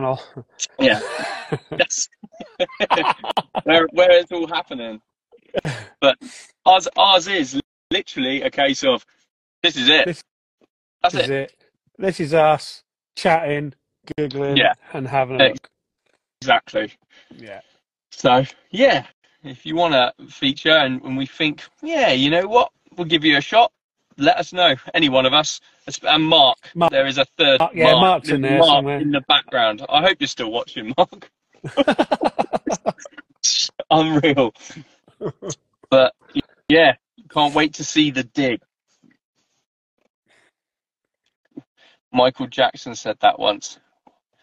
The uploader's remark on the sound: When we recorded this episode we had massive technical issues, Instagram would only let 2 of us in on the live.